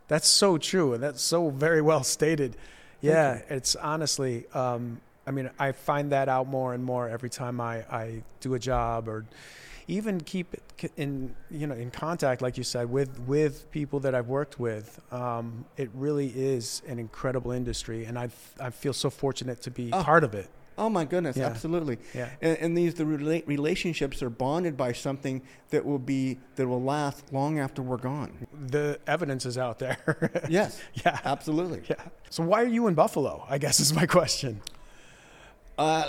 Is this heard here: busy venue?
yes